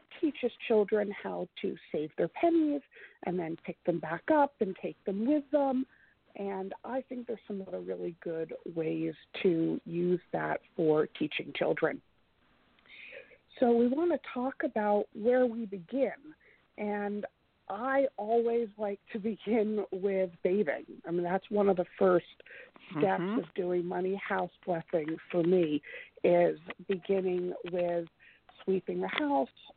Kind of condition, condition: link, phone line